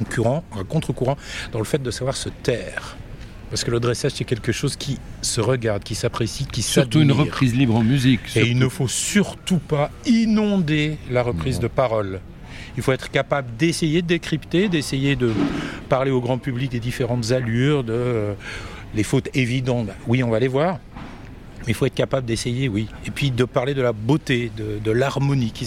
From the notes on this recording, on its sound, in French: En immersion au CHI de Genève. Nous sommes en direct du CHI de Genève dont nous sommes, pour la deuxième année consécutive, média partenaire !